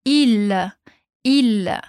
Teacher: O L aqui não tem som de U. A gente tem que fazer uma curvinha ali, uma dobrinha na língua e dizer il, il. Quase como se tivesse um A depois. Mas sem falar o A de verdade.